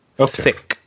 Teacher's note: And it looks like it's a voiceless dental fricative